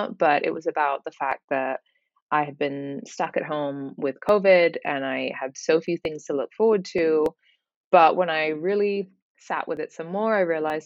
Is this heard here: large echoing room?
no